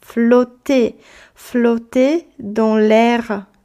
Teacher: Pamiętacie, jak to er wtedy się wymawia? To nie jest er, to jest e